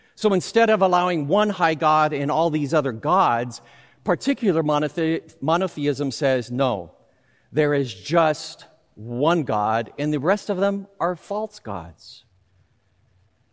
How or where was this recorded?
large echoing room